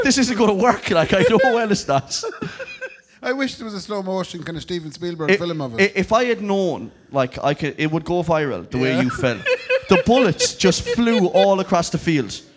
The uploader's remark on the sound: live at Anderson’s